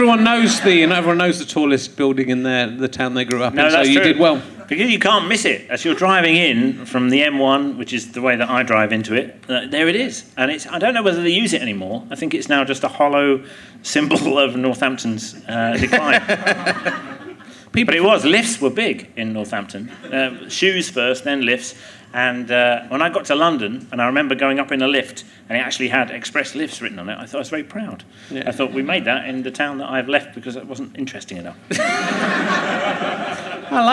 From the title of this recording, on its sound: Leicester Square Theatre Podcast